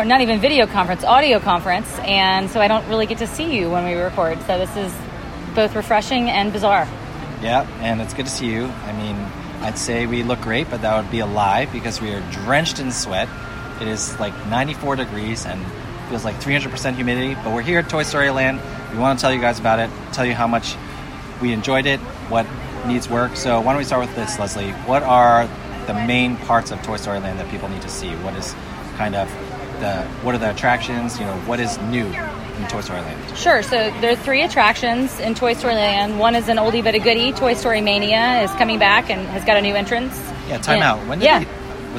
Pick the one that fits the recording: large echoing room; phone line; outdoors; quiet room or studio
outdoors